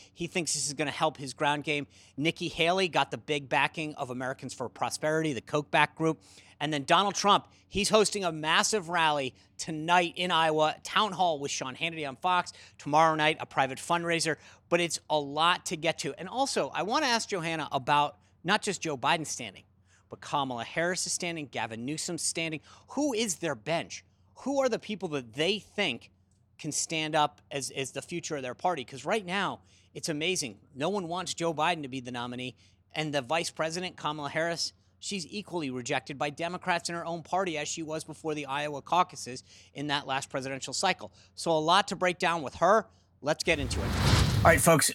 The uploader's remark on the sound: Live from the 4th GOP debate in Tuscaloosa, AL